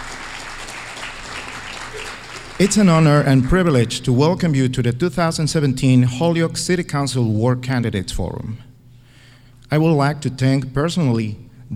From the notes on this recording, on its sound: On this special broadcasting of the Holyoke City Council Ward Candidates Forum, at Kelly Elementary School, recorded on November 1st, 2017.